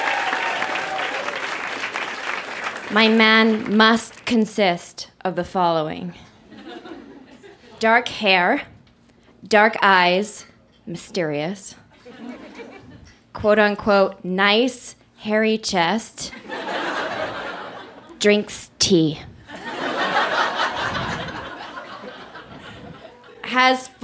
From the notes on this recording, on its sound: Recorded live at Broken City in Calgary, AB.